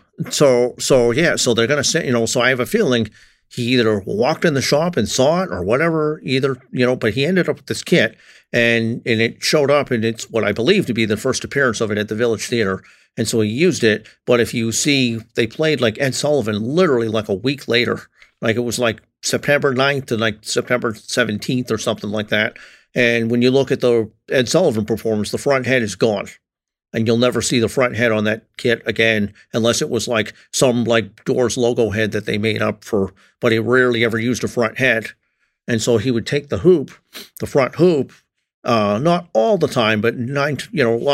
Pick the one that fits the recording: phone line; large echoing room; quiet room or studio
quiet room or studio